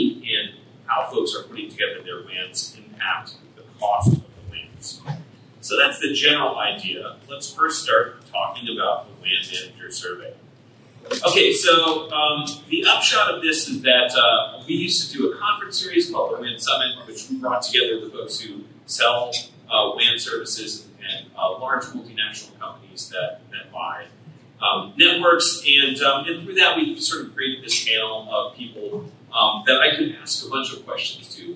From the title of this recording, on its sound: LIVE from Ohio!